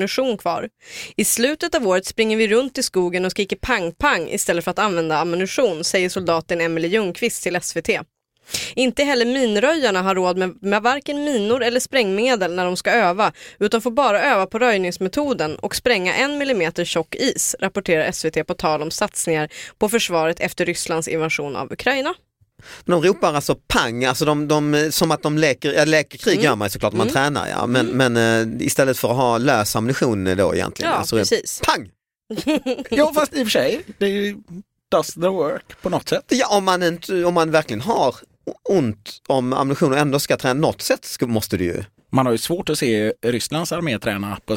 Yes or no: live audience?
no